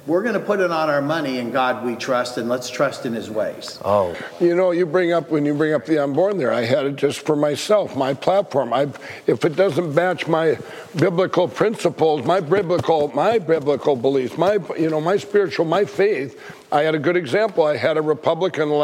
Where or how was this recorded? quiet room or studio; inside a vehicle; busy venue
busy venue